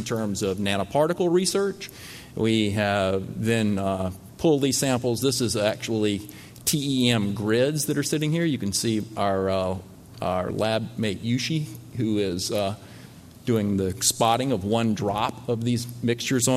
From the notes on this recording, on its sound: as part of the Tibetan Medicine Conference on Mind-Body Health held at Harvard in October, 2017